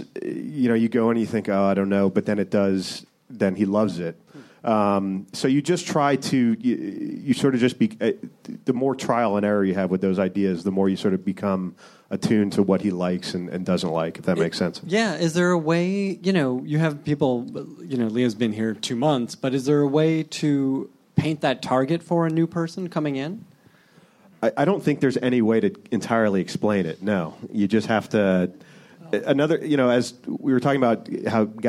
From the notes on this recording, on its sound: At the Nerdist Theater at Meltdown Comics.